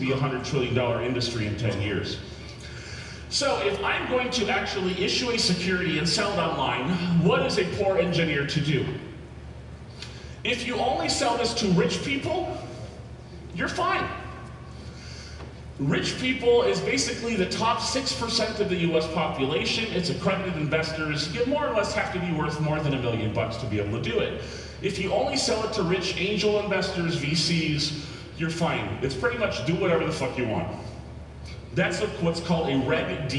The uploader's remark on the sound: Live from HoshoCon 2018